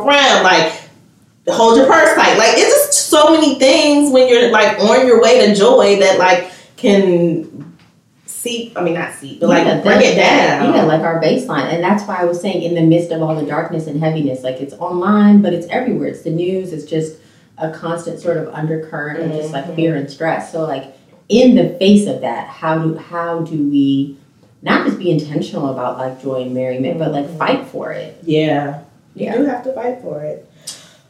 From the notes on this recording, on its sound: We lost audio this week and had to use a work around, so there’s an echo and the overall sound quality is diminished